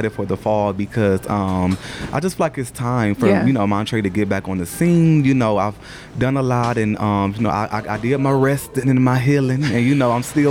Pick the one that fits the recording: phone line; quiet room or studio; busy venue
busy venue